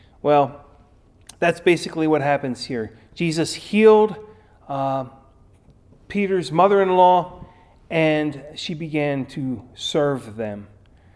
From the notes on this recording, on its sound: Recorded at Ebenezer UMC